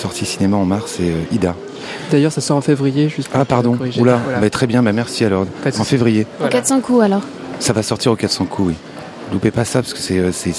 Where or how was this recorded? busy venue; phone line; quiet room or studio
busy venue